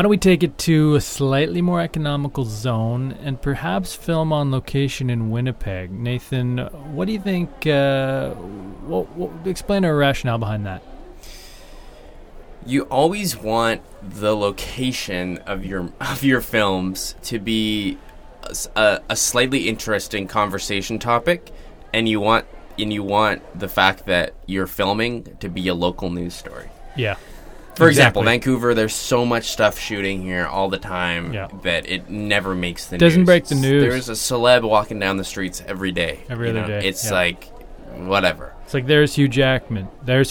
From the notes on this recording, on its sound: on location at the lovely Minneapolis-St Paul International Airport